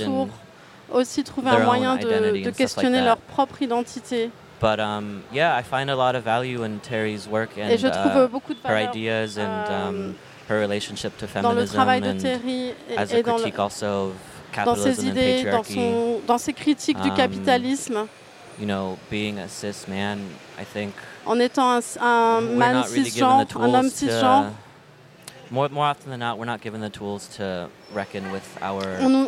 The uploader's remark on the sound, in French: Un plateau radiophonique enregistré en public. Sur la terrasse du Théâtre des Bernadines.